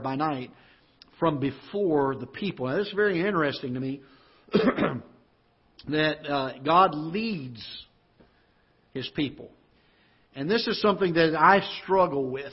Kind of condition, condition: setting, large echoing room